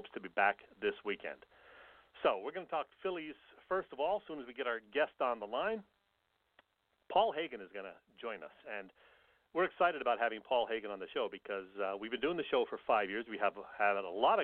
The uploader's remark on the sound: Checks in via phone from Atlanta's SunTrust Park where the Phils and Braves are opening an important three-game series.